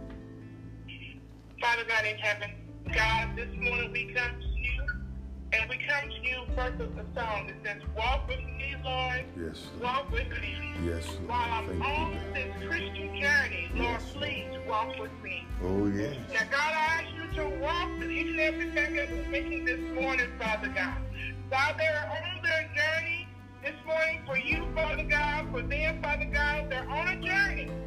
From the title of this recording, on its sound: Conference Call